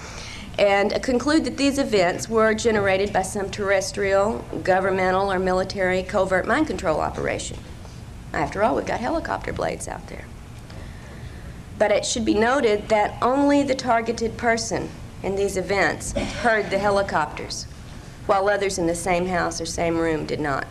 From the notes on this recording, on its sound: lecture from 1995 ozark mountain conference